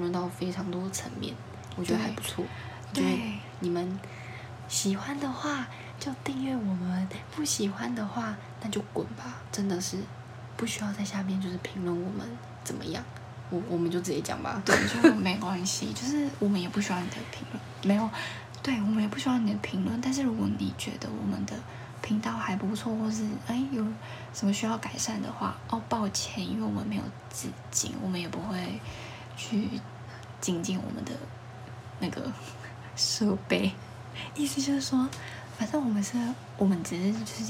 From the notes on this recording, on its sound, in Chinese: 這集聲音有點小聲